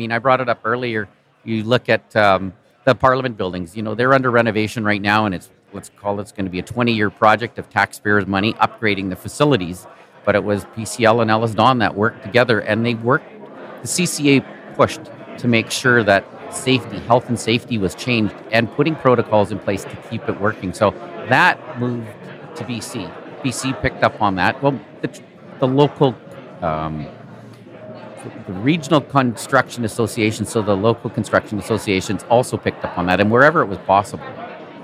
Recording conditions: busy venue